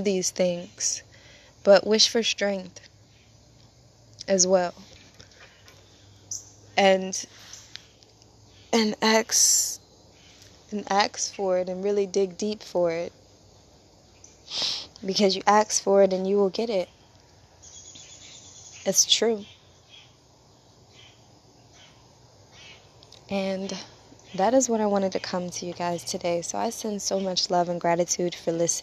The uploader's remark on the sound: As I am sitting outside, enjoying Natures company